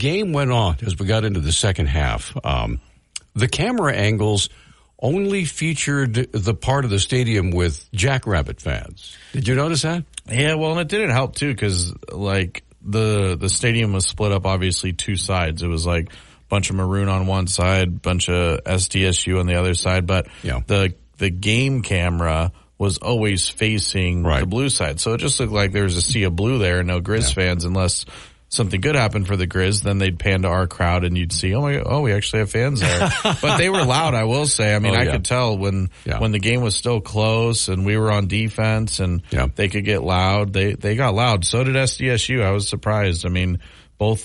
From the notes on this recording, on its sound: We had open phones during the first hour